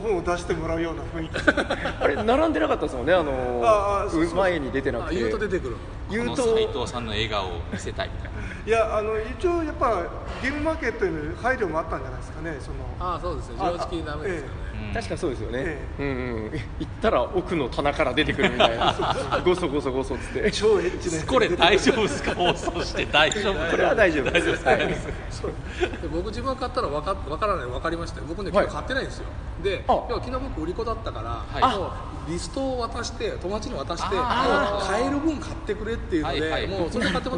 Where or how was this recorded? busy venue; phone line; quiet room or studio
busy venue